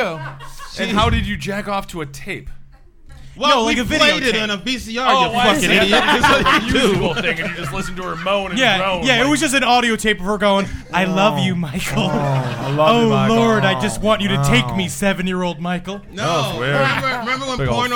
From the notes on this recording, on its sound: A special live version of the Round Table.